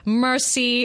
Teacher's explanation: the way they pronounce mercy is not correct is because um, you don't hear the R sound